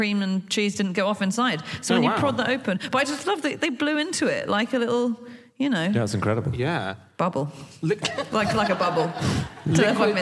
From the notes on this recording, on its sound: Live from Newcastle